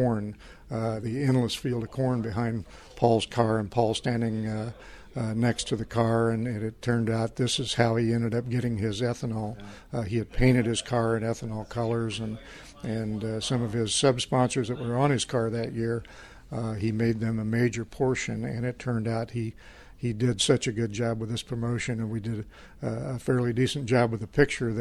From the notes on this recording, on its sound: we bring you some of the sounds and interviews from the Iowa Corn Indy 250